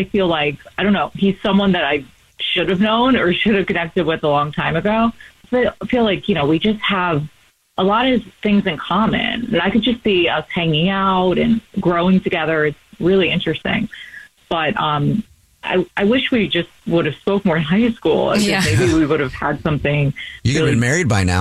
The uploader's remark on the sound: on the phone for this First Day Follow Up